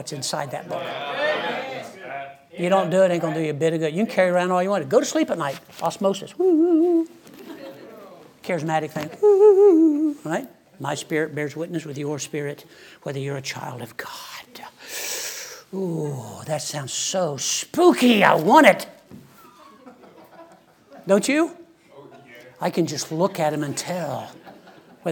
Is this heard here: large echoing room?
yes